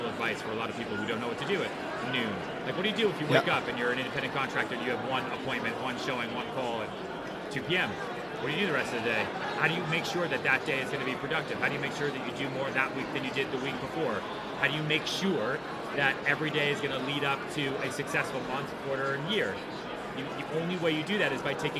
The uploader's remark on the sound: Live from AIME FUSE 2019. Although the interview is loud, as it was recorded in a room full of hundreds of brokers, the conversation is worth the listen. Forgive us for the background noise.